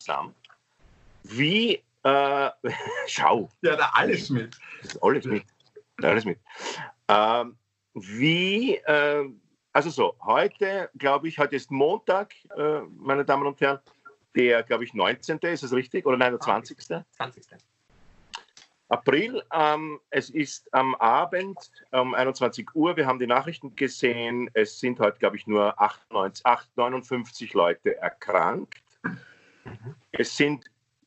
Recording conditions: video call